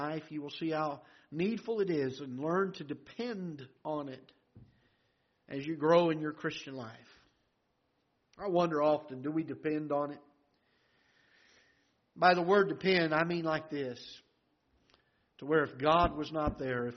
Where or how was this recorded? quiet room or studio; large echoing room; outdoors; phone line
large echoing room